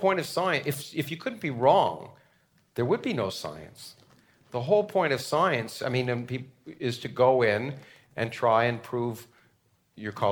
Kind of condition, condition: setting, large echoing room